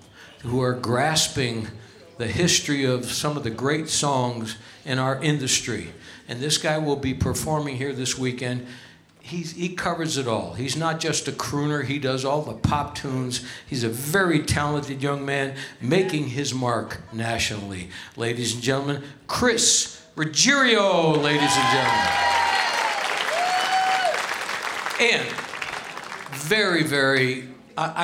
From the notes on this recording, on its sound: Live at the South Point Casino